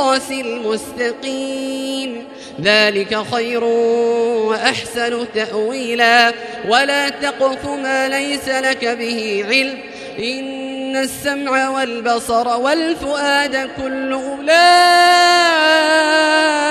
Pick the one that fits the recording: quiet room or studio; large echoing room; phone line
large echoing room